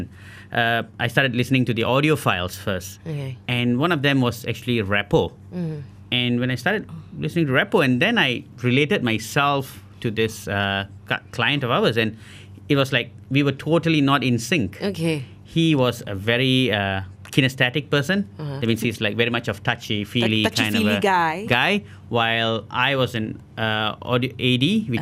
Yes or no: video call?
no